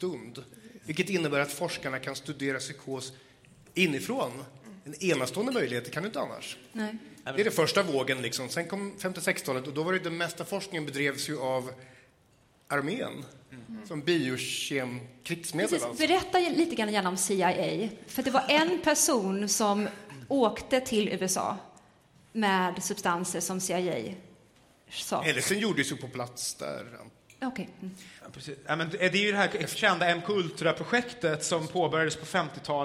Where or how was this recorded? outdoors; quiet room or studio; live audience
live audience